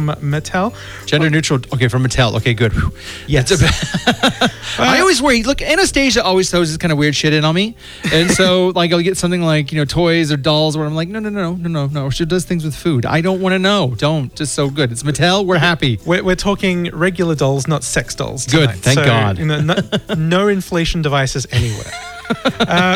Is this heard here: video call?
no